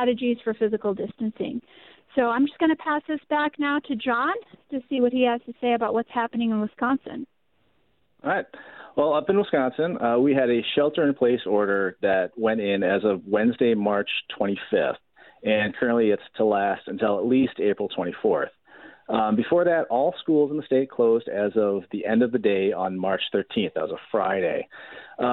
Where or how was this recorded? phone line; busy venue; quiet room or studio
phone line